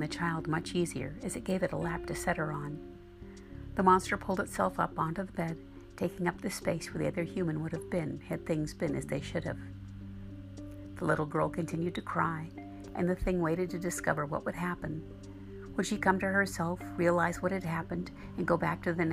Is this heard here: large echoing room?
no